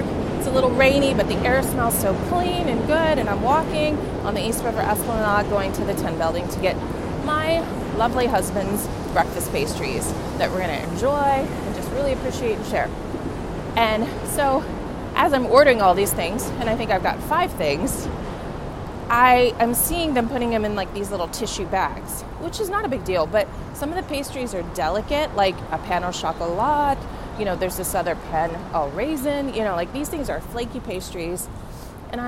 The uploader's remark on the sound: I’m recording in Lower Manhattan along the water front headed to the Douj Street Seaport